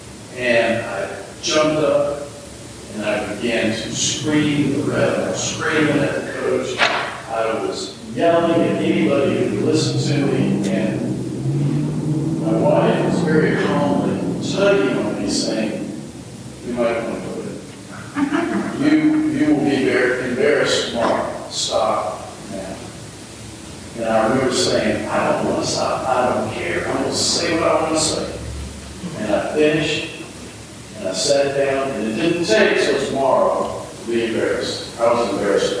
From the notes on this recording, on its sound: Though the audio isn&apos;t quite as good as normal. Though the audio isn't quite as good as normal, we still wanted to offer this up for everyone to be able to reflect on the importance of the day.